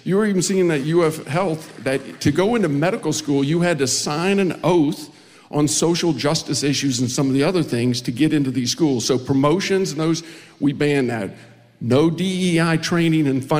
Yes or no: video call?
no